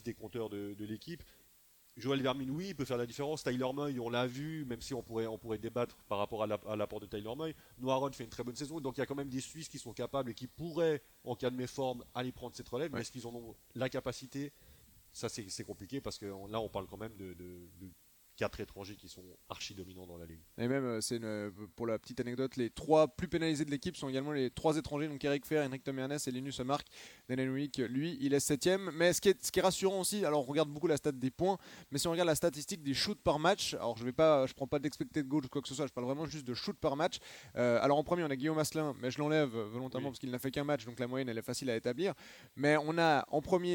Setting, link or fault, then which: setting, busy venue